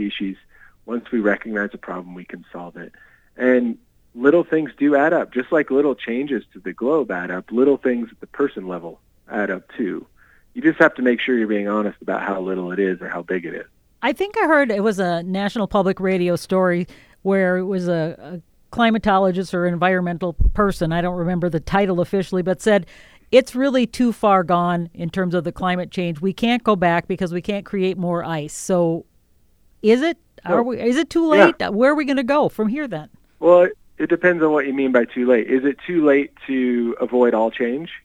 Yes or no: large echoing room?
no